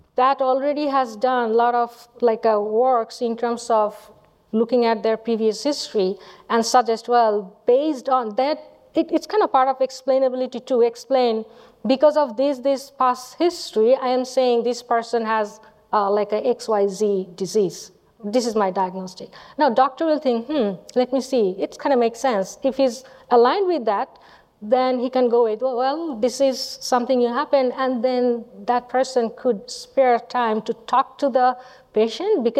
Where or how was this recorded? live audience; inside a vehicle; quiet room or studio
live audience